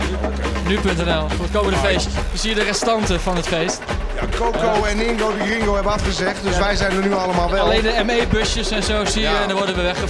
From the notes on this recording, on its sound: Live from ORKZ-Bar!